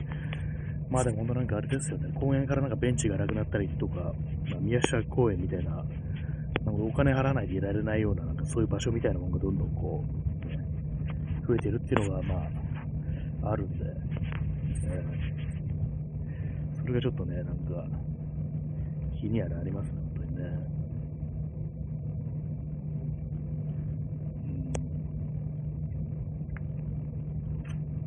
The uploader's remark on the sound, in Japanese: 歩きながら